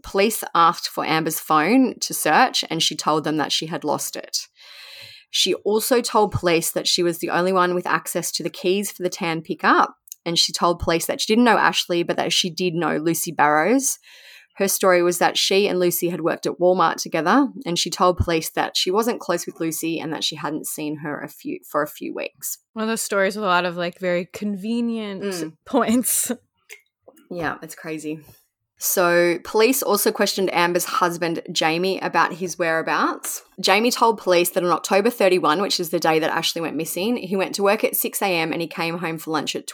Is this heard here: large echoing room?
no